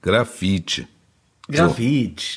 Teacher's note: stimmloses E hinten, das ist für westeuropäische Münder praktisch nicht korrekt auszusprechen